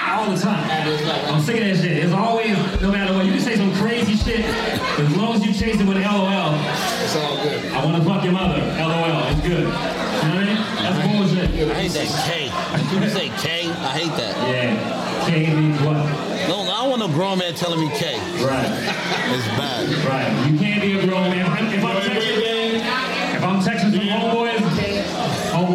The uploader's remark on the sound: MixxNutts crew films live on location at Rookies Sports Bar - Oceanside, Ca.